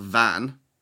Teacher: it would sometimes be said as van with a BH, turning it into a V sound